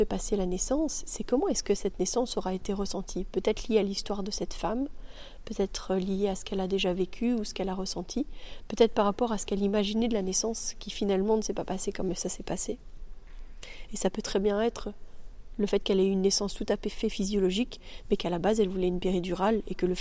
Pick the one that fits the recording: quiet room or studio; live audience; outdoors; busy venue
outdoors